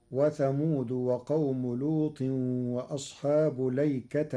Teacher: قال الله تعالى في سورة صاد: وثمود وقوم لوط وأصحاب الأيكة. قرأ ورش كلمة الأيكة بلام مفتوحة بدون همز قبل اللام وبعدها ونصب التاء، فتصير: وثمود وقوم لوط وأصحاب ليكة أولئك الأحزاب.